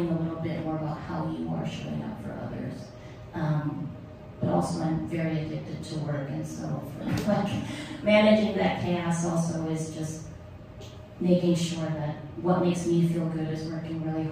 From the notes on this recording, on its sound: Live Show. The final episode of the live Salon show from December!